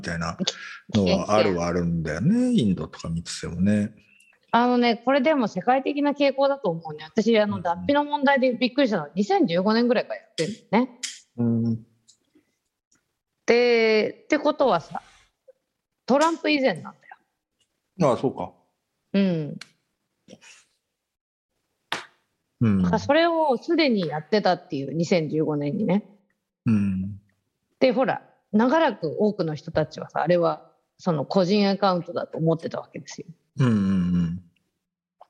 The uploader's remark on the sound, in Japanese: 本収録はビデオ会議サービス「Zoom」を使用し収録しています